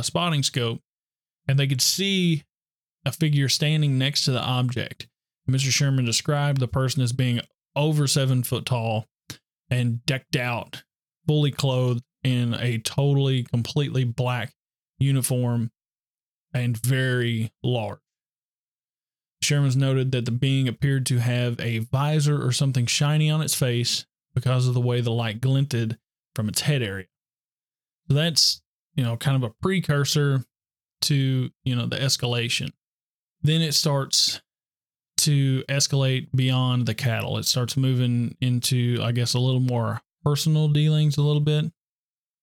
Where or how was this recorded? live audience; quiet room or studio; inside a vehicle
quiet room or studio